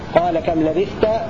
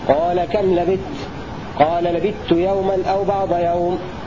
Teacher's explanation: بإدغام الثاء في التاء في لبثت ولبثتم · Shown in: second take